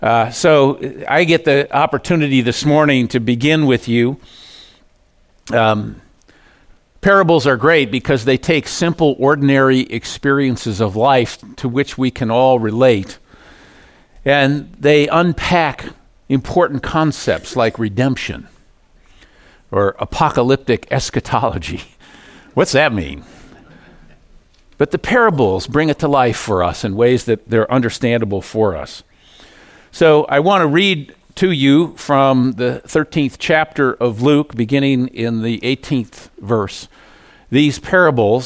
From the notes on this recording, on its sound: Message delivered during the Contemporary Worship Service.